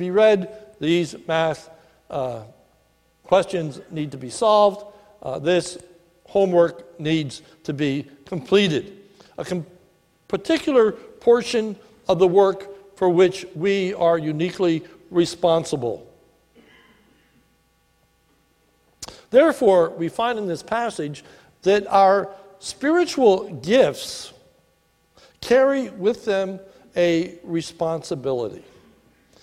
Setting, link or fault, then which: setting, large echoing room